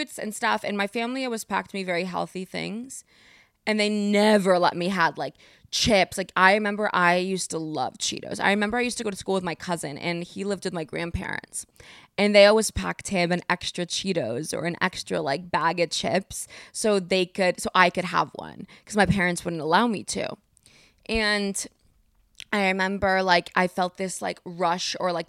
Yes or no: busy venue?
no